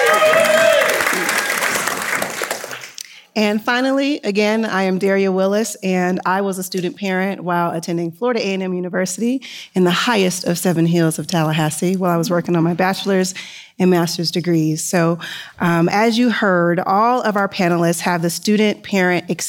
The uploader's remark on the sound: Our first live episode recorded at the inaugural Ascend Parent Advisor Convening in Aspen, CO in front of an audience of student parents.